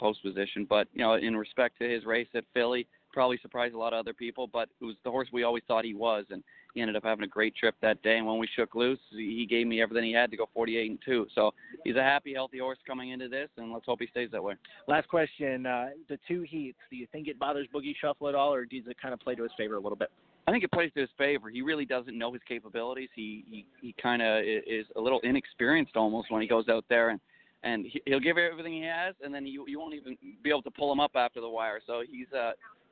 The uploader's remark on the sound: Live on-site at the Little Brown Jug. Live from Delaware, Ohio.